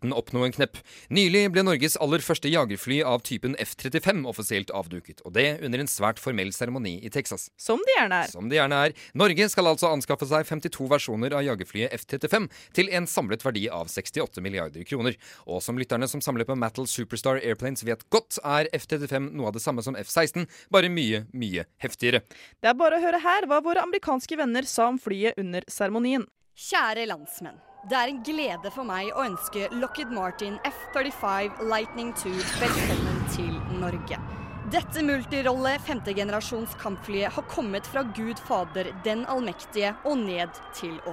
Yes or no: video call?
no